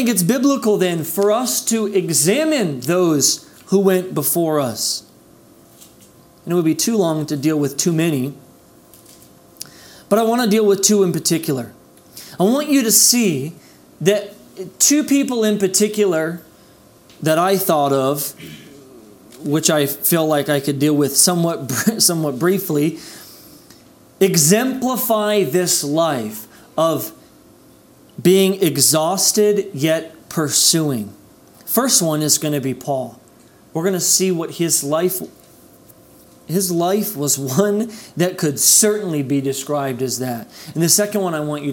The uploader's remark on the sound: This message was delivered on April 11th, 2021 at Redeemer Community Church.